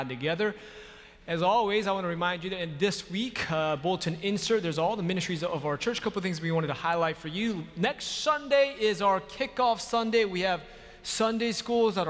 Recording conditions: large echoing room